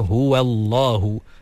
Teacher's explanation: pastikan waw tu nipis